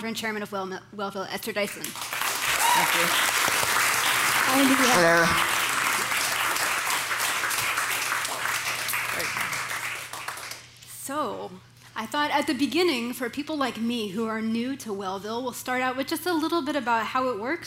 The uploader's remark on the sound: The Long Now Foundation's “Conversations at The Interval” Salon Talks. These hour long talks are recorded live at The Interval, our bar, cafe, & museum in San Francisco.